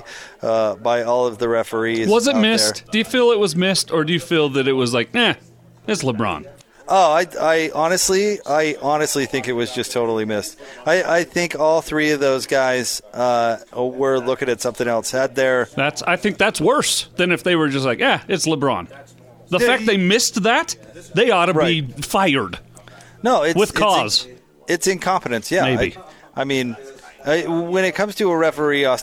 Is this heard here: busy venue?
yes